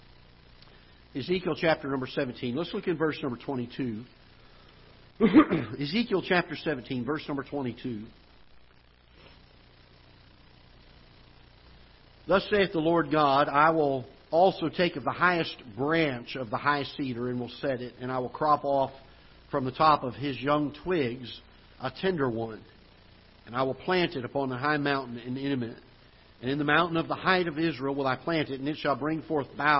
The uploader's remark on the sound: Ketha Heights Baptist Church ~ Live Broadcast